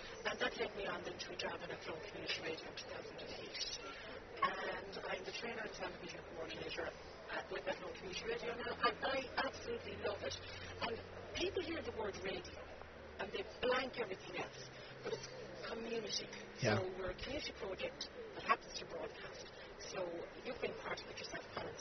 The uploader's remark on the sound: We recorded this one outdoors on the decking area at the Raddison Blu Athlone.